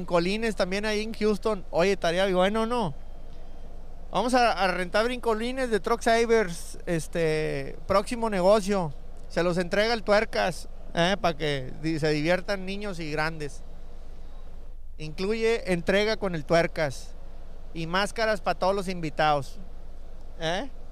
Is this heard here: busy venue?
yes